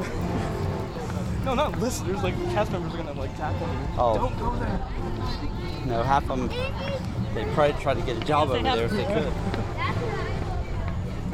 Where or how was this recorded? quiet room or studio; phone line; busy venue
busy venue